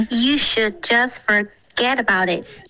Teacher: You 结尾嘴唇要滑到一个呜